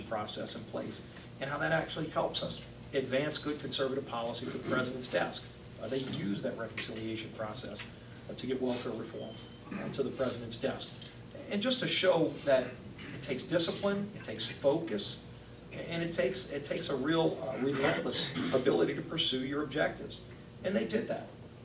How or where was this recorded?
busy venue